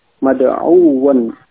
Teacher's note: Nah, adapun dalam membaca sedikit ada penekanan ya ketika wawu tasydid